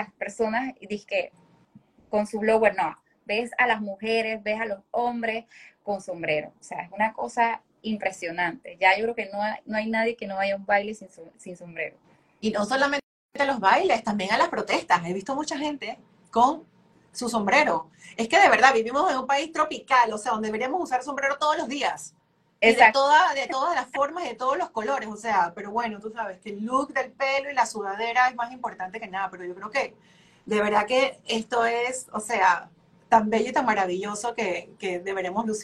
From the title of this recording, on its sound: IG Live